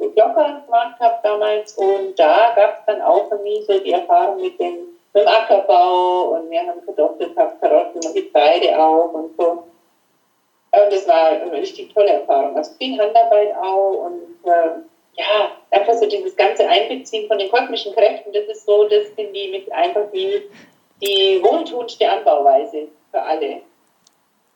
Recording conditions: poor sound quality